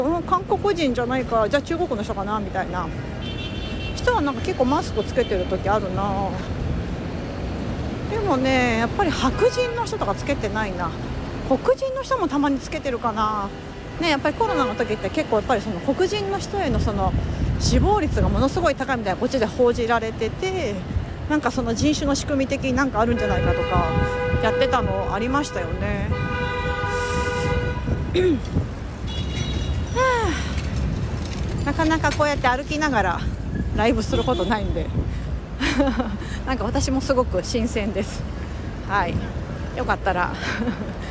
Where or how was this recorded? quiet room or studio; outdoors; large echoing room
outdoors